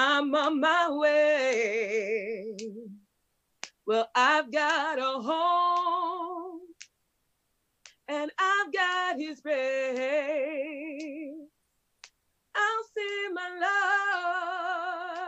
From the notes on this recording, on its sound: This is an audio from the Portland Church in Portland, OR.